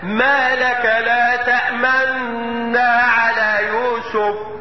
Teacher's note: حصلوا فيها وجهين، الوجه الاول الاشمام وهو ما يجي يقطع النون المشددة يضم الشفتين اشارة الى حركة النون الاولى